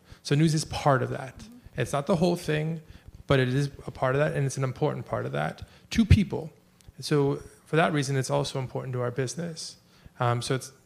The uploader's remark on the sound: recorded at a May 17 conference co-hosted by CJR and The Information in San Francisco